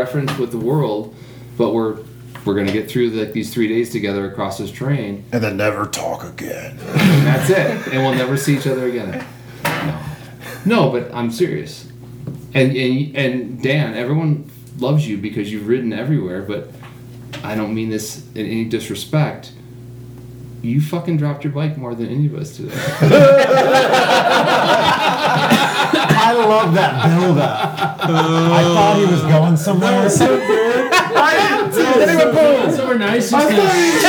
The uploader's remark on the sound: Here’s a sit down from the Elk Mountain Cabins over a bottle of Bourbon. Bare with us as I did not have enough microphones to individually mic each person and we were in a kitchen. Everything that should be audible is, and some things that shouldn’t.